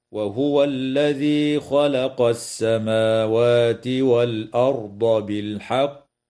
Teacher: يجوز الوقف على كلمة بالحق من قبيل الوقف الكافي، مع وجوب قلقلة القاف وقفا في كلمة بالحق. هكذا: وهو الذي خلق السماوات والأرض بالحق.